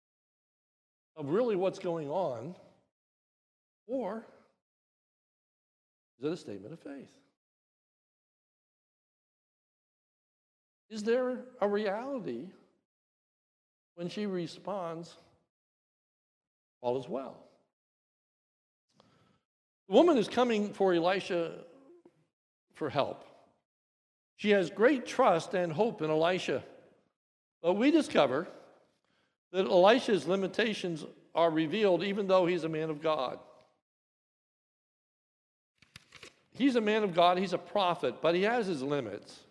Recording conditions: large echoing room